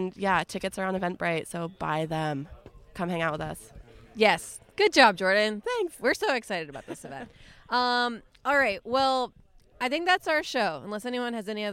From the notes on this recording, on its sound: Joined the Shacksbury Cider team for their annual Harvest Camp (also known as Shackscamp)! Hosted at Camp Betsey Cox in Pittsford, Vermont. We gathered the whole crew around a picnic table to record a special on-location episode of HRN Happy Hour.